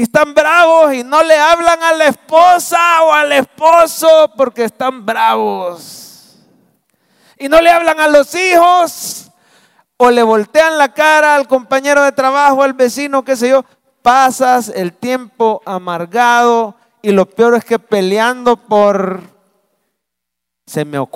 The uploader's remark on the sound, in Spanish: Mensaje predicado en vivo desde el Centro Familiar de Adoración CEFADCHURCH, Mayo 2023.